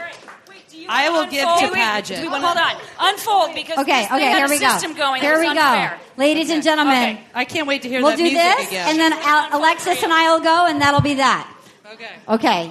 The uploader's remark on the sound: live from Austin at the Moontower Comedy festival!